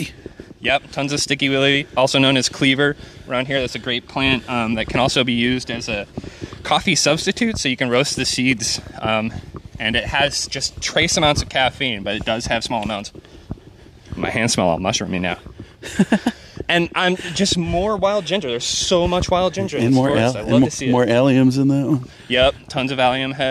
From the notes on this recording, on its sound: Take a June walk. If you're into mushy mushroom asmr.